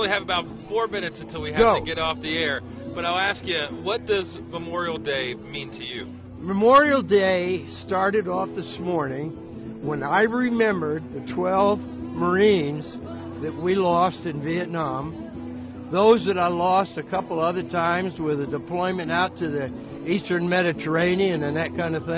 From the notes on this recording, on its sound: Broadcasting live from War Memorial Park in Martinsburg for the annual Free Memorial Day Pancake Breakfast hosted by the Rotary of Martinsburg!